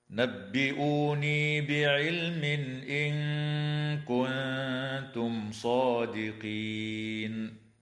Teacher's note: تمد الواو في كلمة نبئوني بمقدار حركتين من قبيل مد البدل، وتظهر اللام في كلمة بعلم وتسمى لام الاسم، ويظهر التنوين عند الهمزة في قوله تعالى بعلم إن، وتخفى النون الساكنة في قوله تعالى إن كنتم مع الغنة مرققة، وتظهر الميم الساكنة عند الصاد في قوله تعالى إن كنتم صادقين، وتنتهي الآية بالاتفاق عند كلمة صادقين، والوقف عليها من قبيل الوقف الحسن.